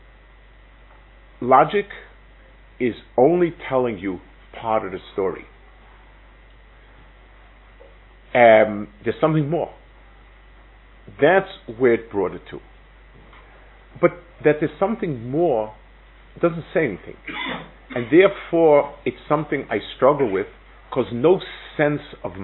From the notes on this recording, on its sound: Delivered at Netiv Aryeh. Israel Trip 5784.